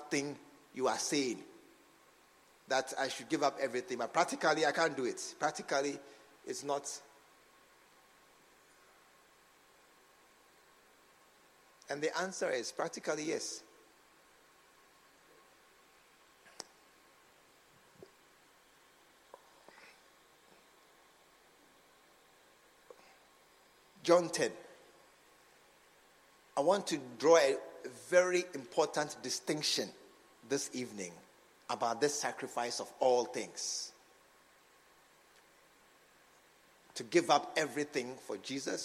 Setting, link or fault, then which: setting, large echoing room